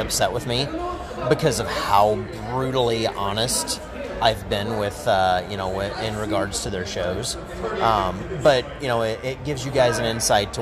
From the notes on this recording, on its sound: It’s recorded in the lobby of the Hyatt in Chicago during C2E2 so the audio is a bit loud around us.